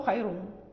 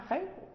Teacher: لا نقف بالتنوين بل نقف بالضم فقط في الروم · Shown in: second take